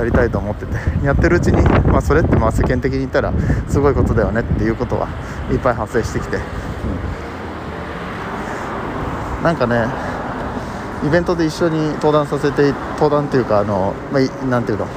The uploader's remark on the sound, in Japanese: 雑音多め